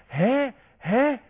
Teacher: الهاء بتخرج من أقصى الحلق